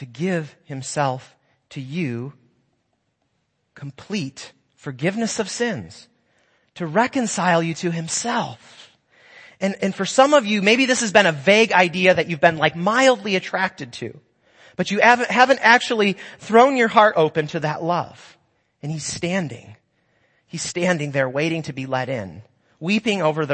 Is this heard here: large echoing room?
yes